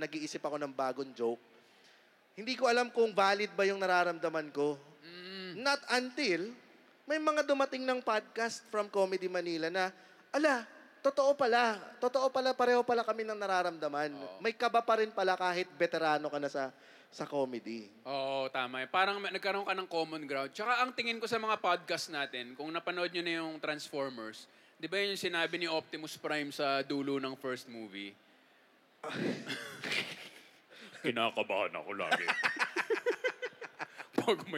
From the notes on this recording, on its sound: Hear For It! LIVE Recording. Kasi first time magkaroon ng podcast festival dito sa Pinas - Hear For It!